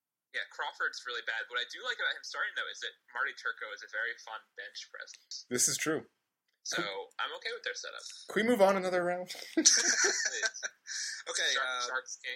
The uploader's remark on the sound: The sound quality isn't the best this week. We had recording issues and had to settle for a backup recording, which we're lucky we had at all.